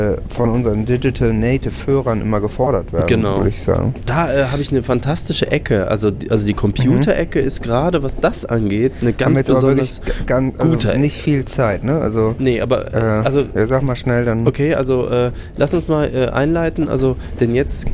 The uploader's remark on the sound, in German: Live aus voller Fahrt mit der deutschen Bahn